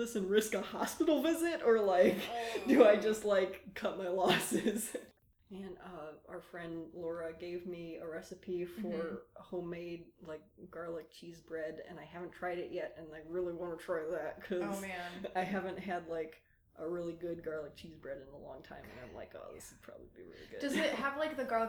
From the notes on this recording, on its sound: Apologies for the audio quality on this one! My mic broke so I had to borrow one I wasn't familiar with.